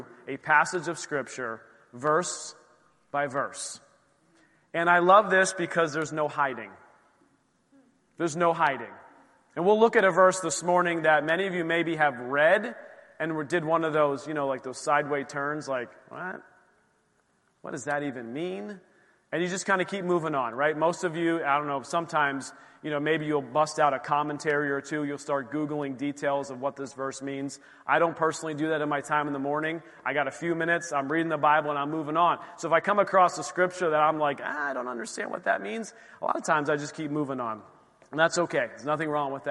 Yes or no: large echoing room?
yes